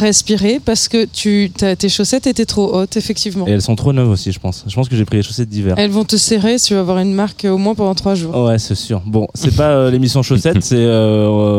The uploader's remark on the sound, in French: en direct pour la première fois du Nice Jazz Festival pour un Jazz The Two Of Us sur la Place Masséna, à deux pas de la Promenade des Anglais